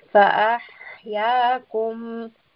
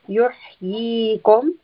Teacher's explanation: Fa'ahyakum, here we have the letter ha. Ha is from the throat. You should feel warm air, a slight movement of the throat.